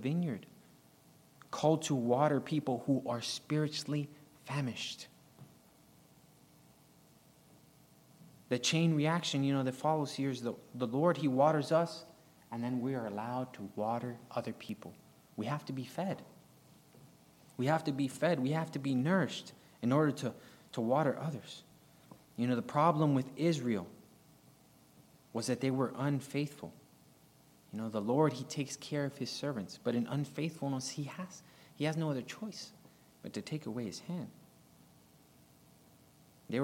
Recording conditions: large echoing room